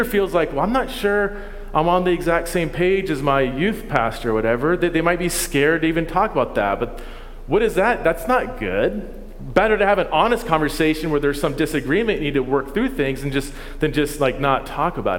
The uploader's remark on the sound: This content is from our first City Network Conference in 2022.